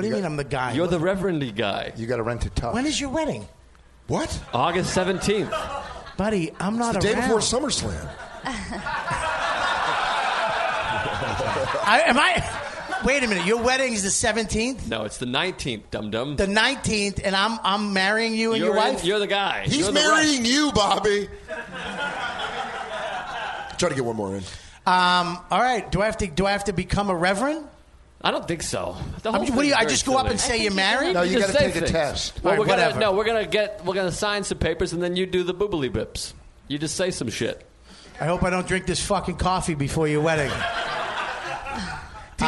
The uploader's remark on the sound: Live from Skankfest. We get right into it in front of a LIVE audience at The Creek and The Cave with Skanks everywhere!